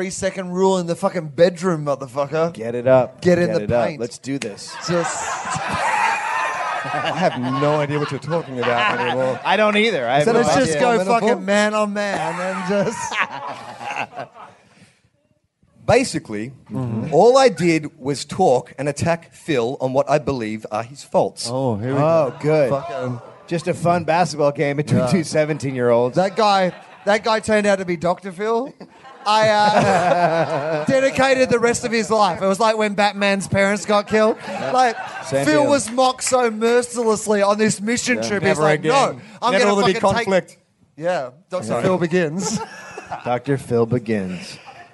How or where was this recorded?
live audience